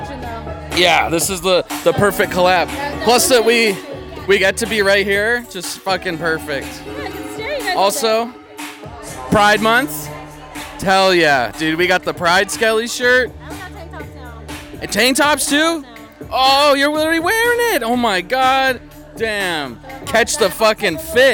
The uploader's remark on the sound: Scaredycast spent the day at Midsommar Night's Scream Part 2! An event hosted by Spooky Shops at Main Stage in Cottonwood, AZ featuring spooky vendors, live music, and more!